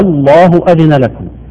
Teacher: مبالغة في نطق التسهيل حتى يخرجه عن حده ويصل به إلى الهاء وهذا خطأ